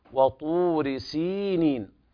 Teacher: والطاء تفخم لأنها من حروف الإطباق والاستعلاء